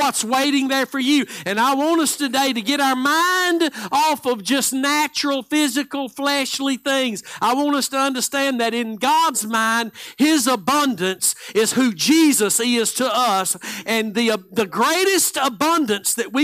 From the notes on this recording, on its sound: Live Sunday Morning Service